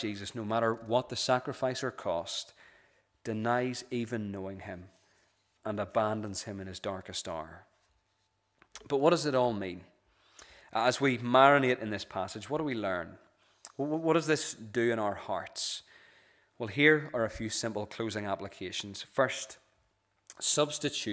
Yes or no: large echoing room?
yes